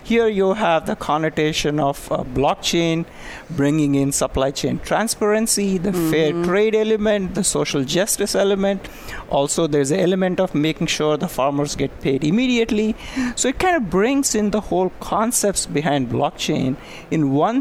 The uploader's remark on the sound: Live at SAPPHIRE NOW 2017!